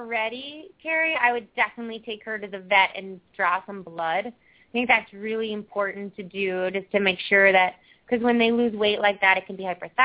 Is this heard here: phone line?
yes